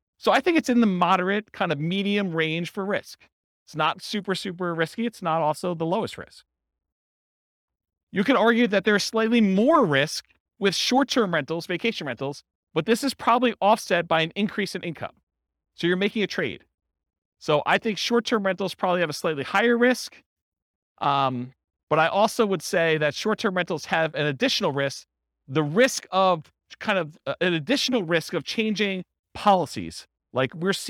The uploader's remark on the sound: This was a live class recorded